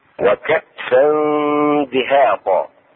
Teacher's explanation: إخفاء التنوين وهي فتحتين مع الدال